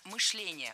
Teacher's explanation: Ударяем второй слог. Кстати, раньше допускалась двойная норма ударения в этом слове. Но сейчас вариант Сергея считается устаревшим, а литературная норма только мышление.